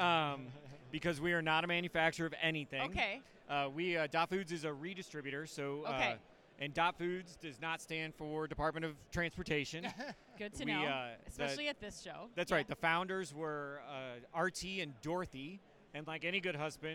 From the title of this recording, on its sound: Live From Manifest 2024